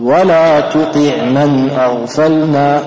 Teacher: ضم التاء جيدا والطاء اكسر، يعني اذا جاوا الحرفين مضموم ومكسور خلص كل حرف من الثاني، لانها ربما يطغى الكسر على الضم او الضم على الكسر، لا بد انك تقول يعني تعطي الضم حقها كاملة والكسر حقها كاملة.